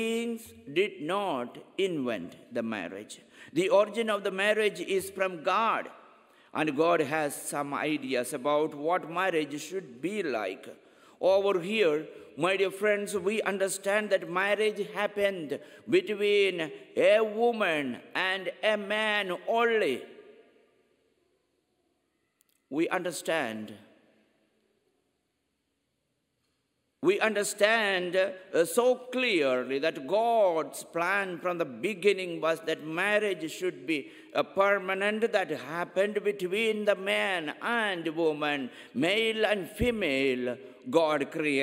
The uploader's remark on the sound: Homily at 10 am Mass.